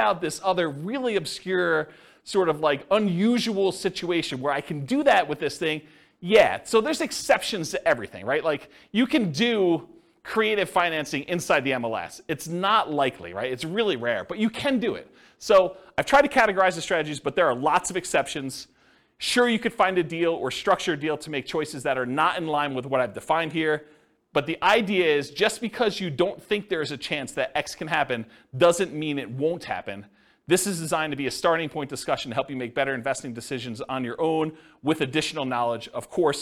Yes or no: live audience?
yes